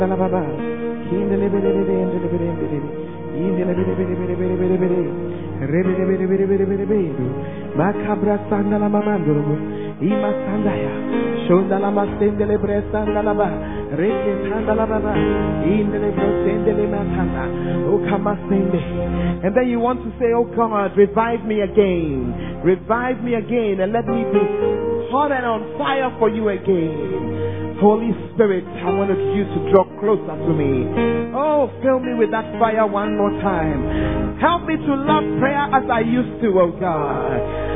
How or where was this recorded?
large echoing room